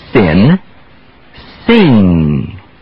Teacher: Just let the sound die without an explosion.